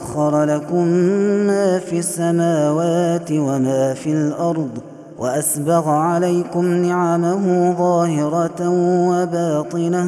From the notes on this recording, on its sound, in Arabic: هذا التسجيل من صلاة التراويح